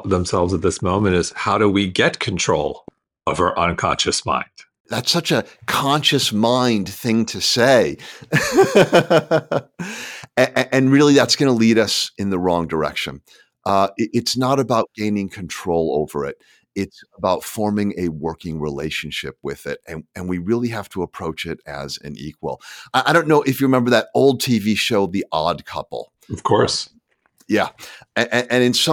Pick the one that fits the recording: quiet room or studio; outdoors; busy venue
quiet room or studio